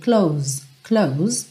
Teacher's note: Você fecha nesse S, que acaba tendo um som um pouquinho mais próximo de um Z.